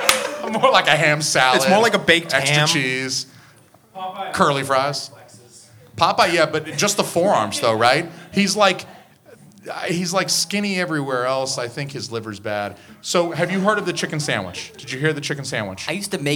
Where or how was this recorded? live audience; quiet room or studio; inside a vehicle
live audience